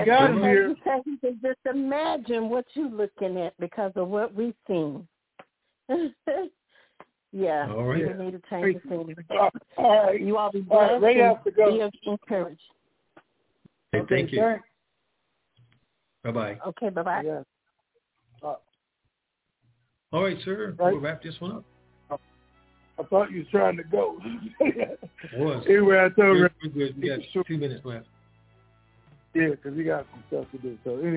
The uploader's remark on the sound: Conference Call